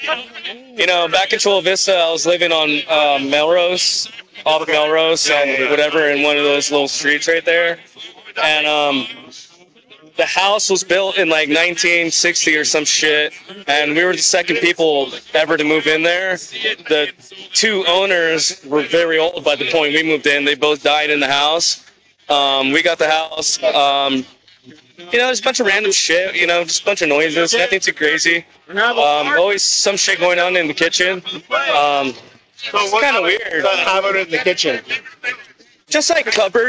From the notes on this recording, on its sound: live streaming at the Tower Bar for the Chili Dog Social